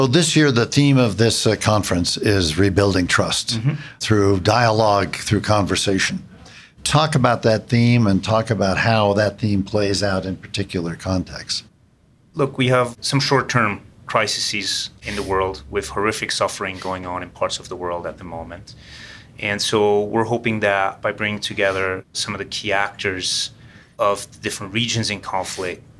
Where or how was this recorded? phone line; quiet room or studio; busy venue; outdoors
busy venue